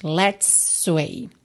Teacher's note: Vai juntar tudo num S